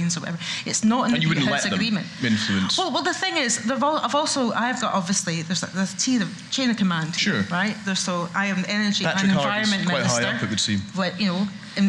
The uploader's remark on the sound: Energy Debate: Live. Joined in Aberdeen by an audience of 300.